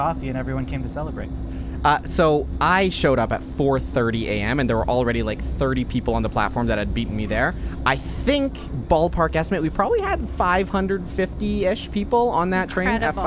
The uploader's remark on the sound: Speaking Municipally ON A TRAIN. Recorded on the Valley Line Southeast LRT!